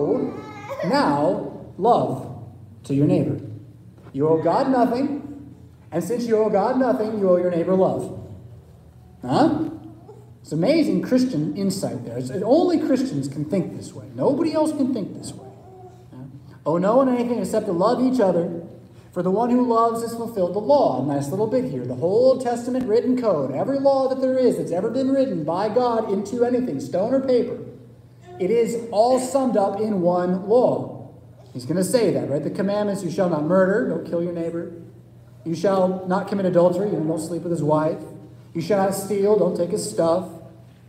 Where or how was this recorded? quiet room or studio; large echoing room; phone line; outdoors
large echoing room